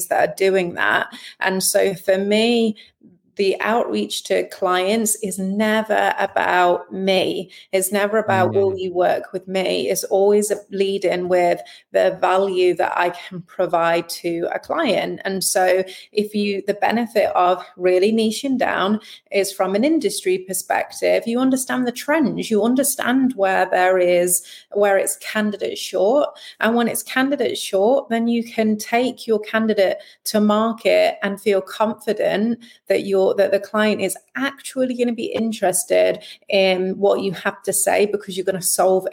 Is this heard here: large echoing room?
no